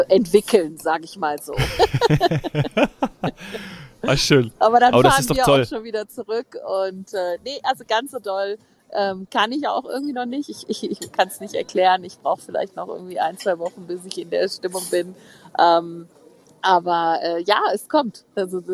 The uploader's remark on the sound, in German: Live aus dem Skigebiet